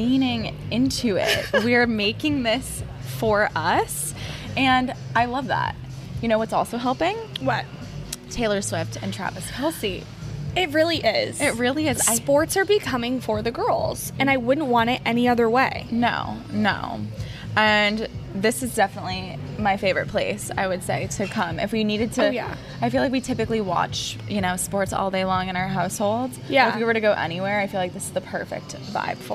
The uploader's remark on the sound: Brunch at Banners. Record an episode at Banners - aka the sports bar where the YCDB podcast was kickstarted back in 2022.